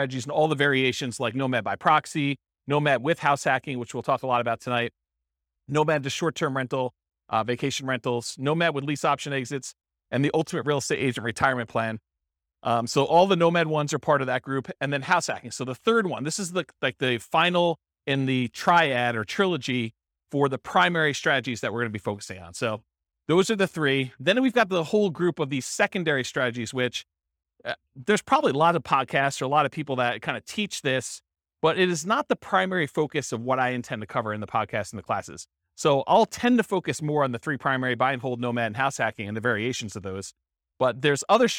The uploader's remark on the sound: This was a live class recorded